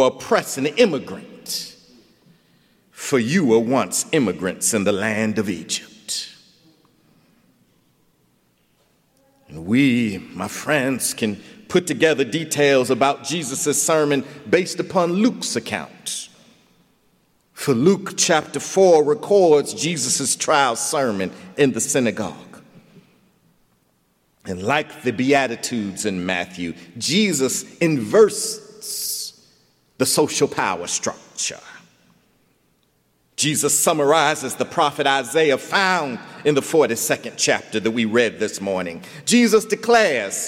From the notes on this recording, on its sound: recorded January 12, 2020 at Myers Park Baptist